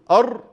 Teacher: لولا هذا التكرير الارتعاد طرف اللسان الذي في الراء لأصبحت طاء. ما قول أر، ها امسك هذا التكرار ولا تحرك اللسان، قول أر، راحت الطاء، راحت الراء ويجي مكانها حرف شبيه بالطاء، هي ليست طاء على الحقيقة إنما هي شبيهة بالطاء.